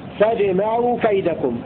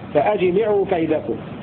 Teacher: بهمزة وصل وفتح الميم من جمع ضد فرقة، وقرأ الباقون بهمزة قطع وكسر الميم